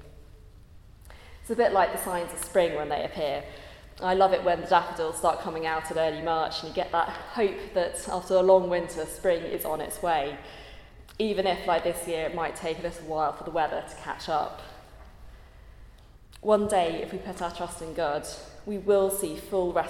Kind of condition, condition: setting, large echoing room